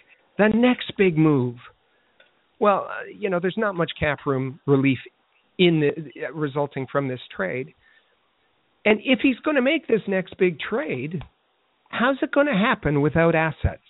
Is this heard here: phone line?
yes